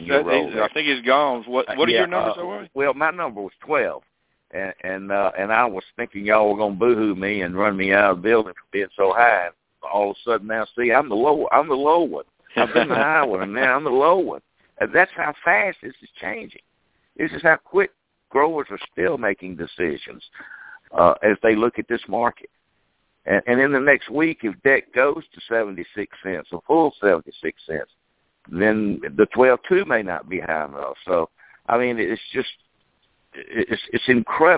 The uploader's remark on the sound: Our monthly conference call. Ag Market Network's Monthly Conference Call On Cotton.